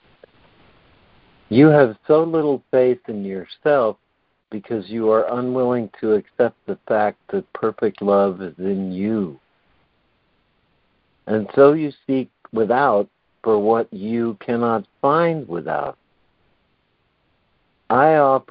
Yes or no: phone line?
yes